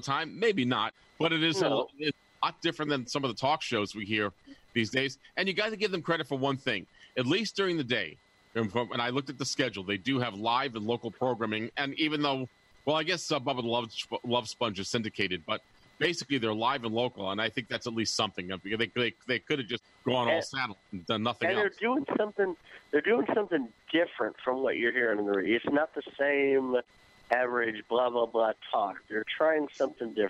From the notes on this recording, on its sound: ATR Live where we discuss all things radio and take your live calls